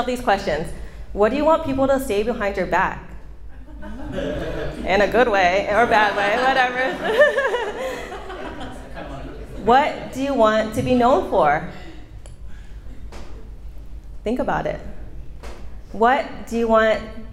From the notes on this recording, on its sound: This is the audio of my speech at a WIPA Event. It's my big speaking event and 75 wedding pros attended.